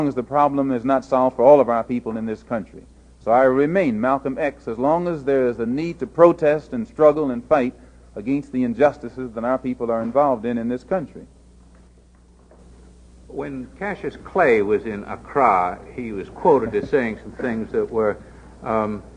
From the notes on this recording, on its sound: Return from Mecca Press Conference May 21 1964.